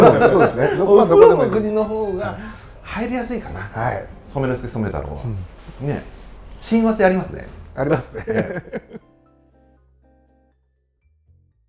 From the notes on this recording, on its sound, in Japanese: 今回は鶴見線沿線某所の飲み屋にて収録。